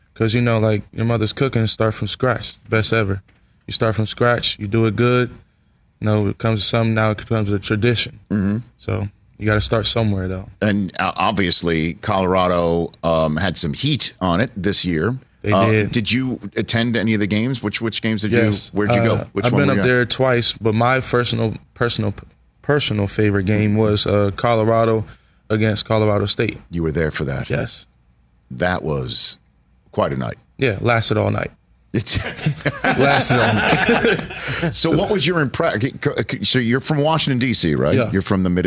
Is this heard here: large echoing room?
no